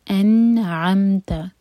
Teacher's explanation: اس کے بعد ہے انعمت، جھٹکا نہیں آئے گا بالکل بھی، کیونکہ نون اور میم دونوں قلقلہ والے لیٹرز نہیں ہیں. ان یہاں پر ہے اظہار، تو نون کو واضح کریں گے. انعمت، پہلا ہے حمزہ ا، ان، سیکنڈ ہے عین، یہ نکلے گا حلق سے.